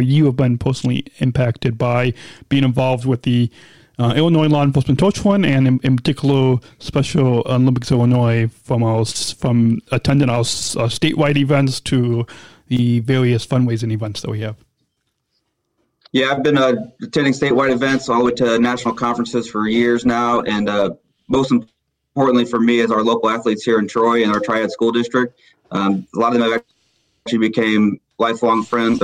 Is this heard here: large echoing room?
no